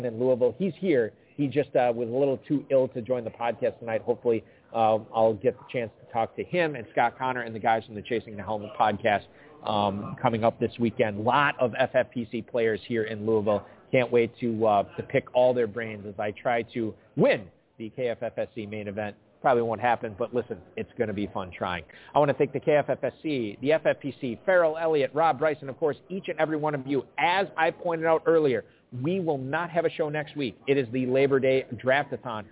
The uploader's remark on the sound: Live at the 2021 Kentucky Fantasy Football State Championship (KFFSC). Broadcasting from Louisville at the 2021 Kentucky Fantasy Football State Championship (KFFSC).